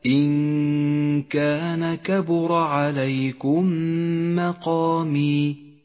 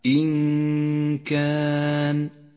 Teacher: كان كبر عليكم مقامي إن كان النون الساكنة وبعدها حرف الكاف تخفى النون بالكاف مع بقاء غنة للنون من غير تشديد ميزت النون باللون الأخضر إشارة إلى الإخفاء وموقع الغنة إن كان